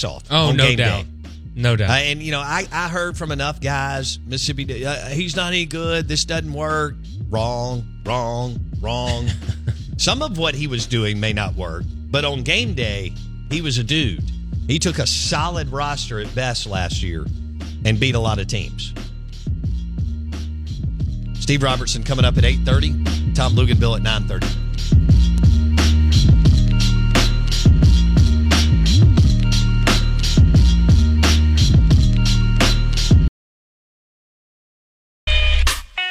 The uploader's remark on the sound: Live in the BankPlus Studio. On the Farm Bureau guest line.